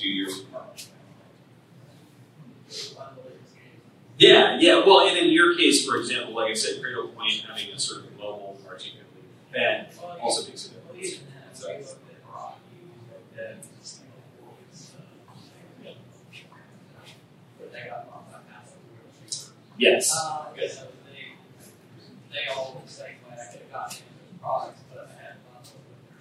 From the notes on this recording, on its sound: LIVE from Ohio!